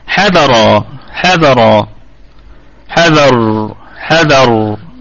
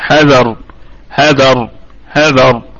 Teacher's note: الراء مفخمة في الوقف والوصل، وبقية الكلمة مرققة ونطف أيضا عليها بوجه واحد بالسكون.